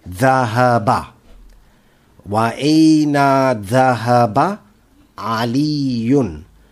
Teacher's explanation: And the ha is not the ha that is guttural. It is the ha that comes from the end of the alphabets.